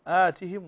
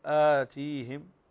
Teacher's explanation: طيب آتهم وليست آتيهم، آتهم، فهنا لا يوجد مد للتاء لا تمدها · Shown in: first take